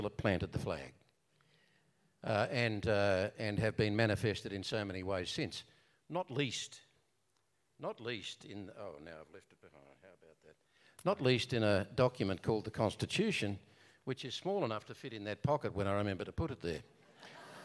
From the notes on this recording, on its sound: Answer questions put to them by the audience. This episode was recorded at the Blue Mountains Theatre and Community Hub.